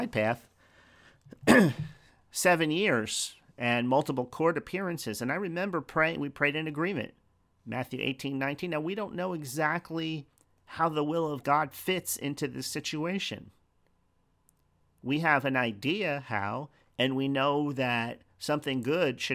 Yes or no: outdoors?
no